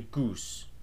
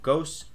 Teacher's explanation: So it goes from ghost to goose. Notice that oo is kind of farther up and farther back in your mouth than o